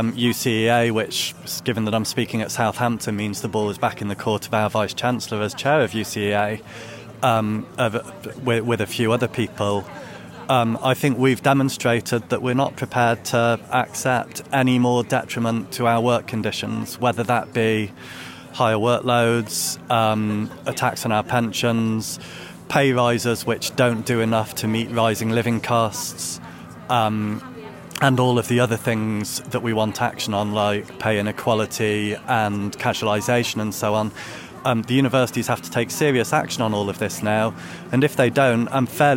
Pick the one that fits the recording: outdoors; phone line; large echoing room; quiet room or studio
outdoors